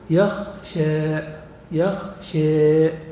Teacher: يميل الألف نحو الياء، وهذا يستلزم أن تميل الفتحة التي قبلها نحو الكسرة · Term: الإمالة الكبرى